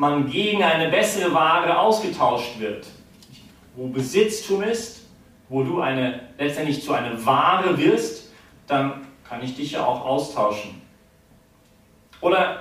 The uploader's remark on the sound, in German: die Predigt wärhend der BeFree Messe gehalten